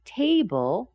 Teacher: In our two-syllable words, table, the TA gets more stress. The second syllable will be reduced.